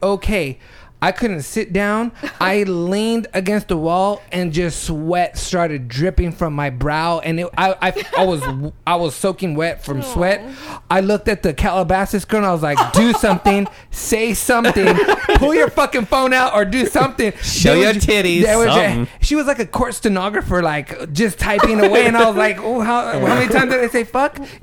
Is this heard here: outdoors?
no